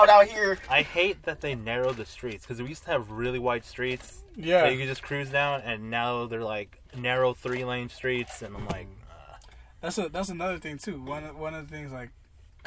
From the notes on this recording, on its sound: Jumps in the car to talk.